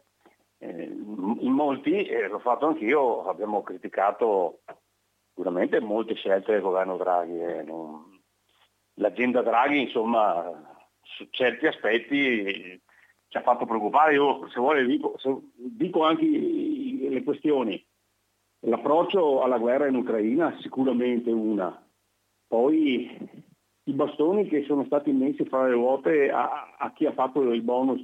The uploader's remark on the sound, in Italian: intervista al telefono